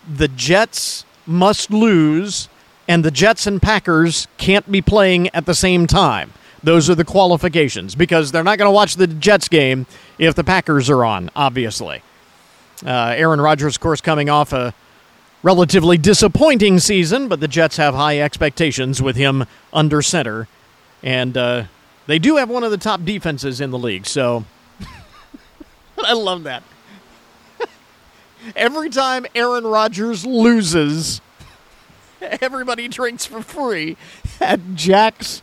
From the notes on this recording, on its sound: ON LOCATION. Making sure you don't miss out on any of the unmistakable sounds of the fair. The fun continues at the Hancock County Fair. You never know who you might bump into on the fairgrounds.